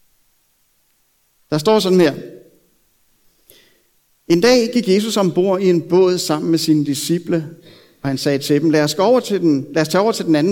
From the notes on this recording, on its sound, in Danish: prædiken er optaget fra Københavnerkirken